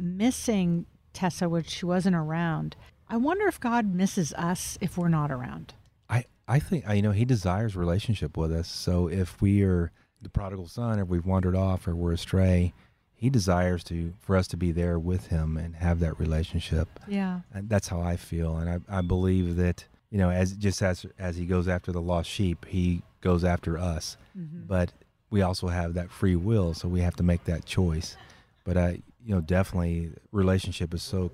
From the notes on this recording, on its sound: Recorded at Wheelers Western Outfitters